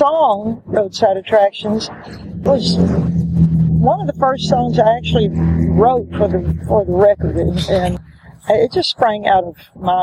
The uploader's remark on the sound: So, we have a short interview from the archives. Was taped out doors. It was recorded at this funky coffee shop in the very funky Little Five Points neighborhood of Atlanta.